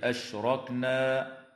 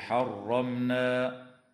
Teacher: تفخم الراء وصلا ووقفا في كلمة أشركوا، وفي كلمة أشركنا، وفي كلمة حرمنا، نظرا لأنها مفتوحة